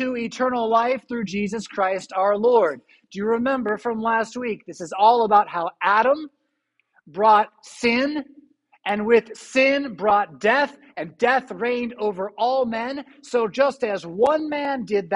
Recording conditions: large echoing room